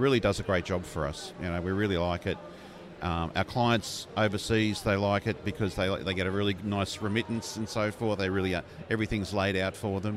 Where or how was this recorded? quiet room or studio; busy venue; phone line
busy venue